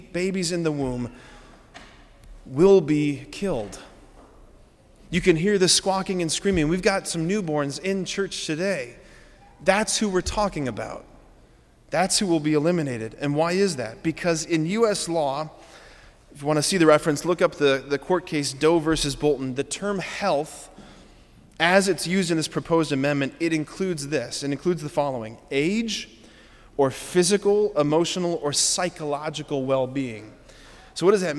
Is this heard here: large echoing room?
yes